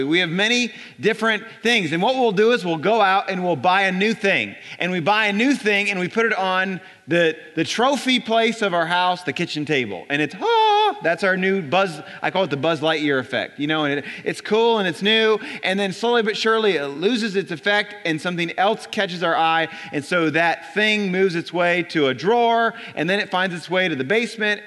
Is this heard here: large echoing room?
yes